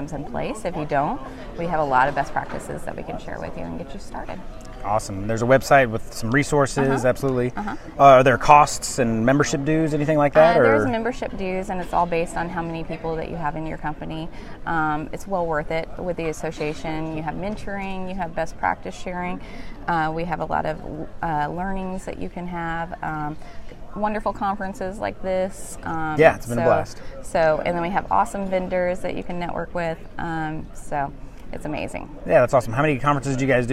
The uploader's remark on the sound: Broadway Ergonomics had the opportunity to participate in the Region 7 VPPPA conference this past June held in Branson, Missouri. As part of our exhibitor booth, we interviewed attendees of the conference for the podcast.